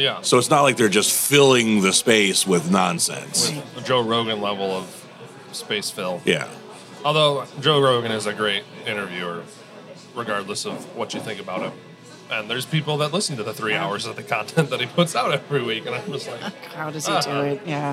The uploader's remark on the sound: This is a recording of the Appleton Podcast Co-op's May morning meet up.